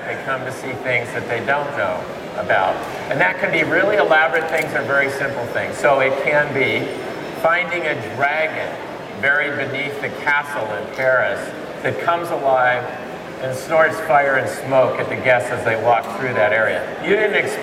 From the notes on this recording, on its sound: This video was captured LIVE at MakerFaire 2008 in San Mateo, California